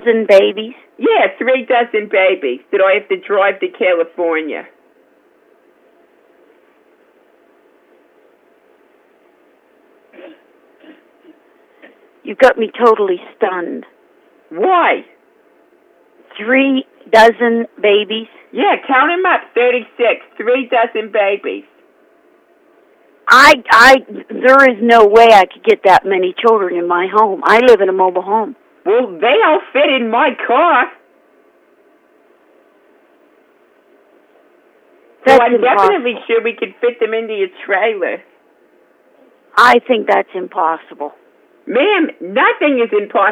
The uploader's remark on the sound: Prank Phone Calls